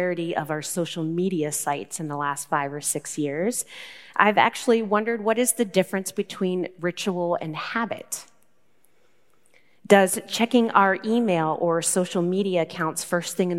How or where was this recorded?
large echoing room